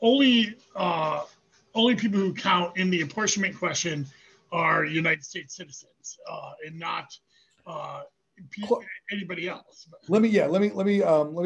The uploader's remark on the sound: Zoom.